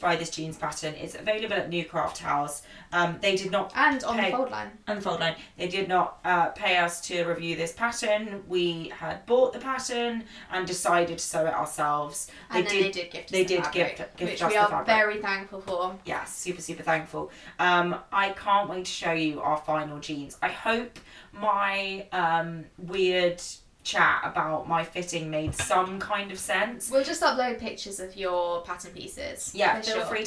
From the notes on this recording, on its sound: Please excuse some small audio issues we had with the microphone!